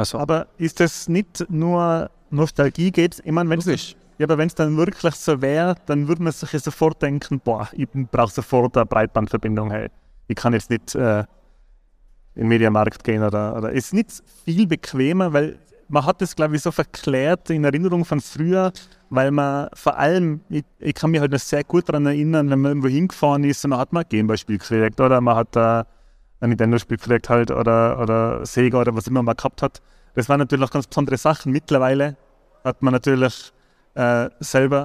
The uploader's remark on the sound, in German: Live Podcast aus der Pineapps Gaming Area